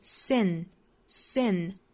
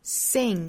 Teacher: 发 n 舌尖抵上齿龈，然后用鼻腔去发声 · Shown in: first take · Term: 前鼻音